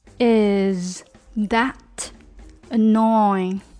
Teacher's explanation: 前面的 T H 不是那个没有声音的，而是有声的。收尾的这个 T 是一个空气音，它主要是靠空气出去的一瞬间发出来的那个气声，而不是我们的声音。所以空气出去之前，你的舌尖是顶着上颚的。空气出去之前，你的舌尖是顶着上颚的。空气出去的时候呢，舌尖淡开，t，that。最后一个字也是比较难读的，annoying。那英文呢，只要是有元音加辅音，它就会出现一个音节，syllable。所以像这个字呢，就出现了三个音节。A N 一个， N O Y 一